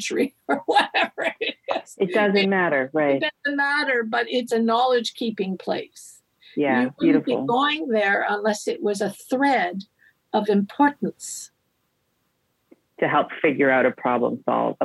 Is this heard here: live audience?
no